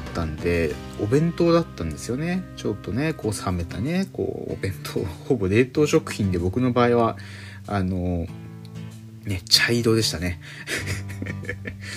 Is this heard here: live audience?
no